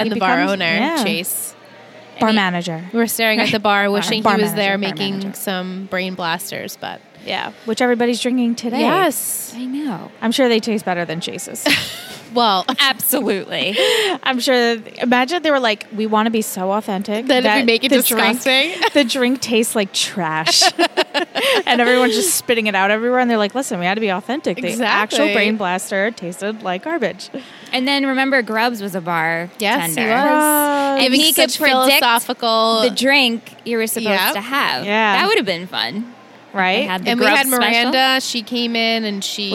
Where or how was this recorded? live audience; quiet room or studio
live audience